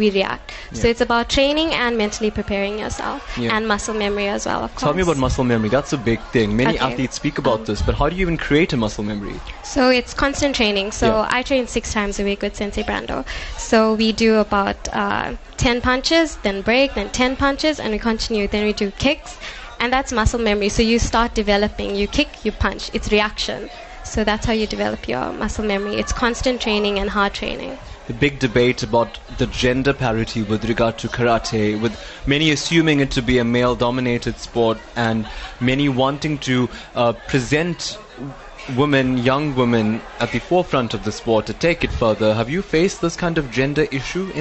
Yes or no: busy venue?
yes